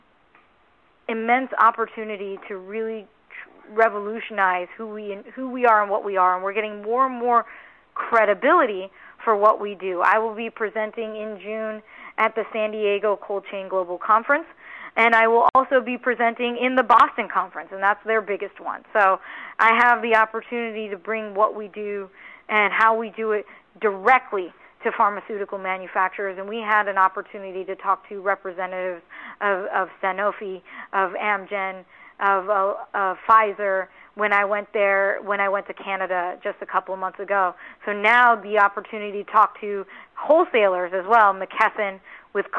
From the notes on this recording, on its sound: RXMD May 2019 Earnings Call. 1st Quarter 2019 Quarterly Report Conference Call.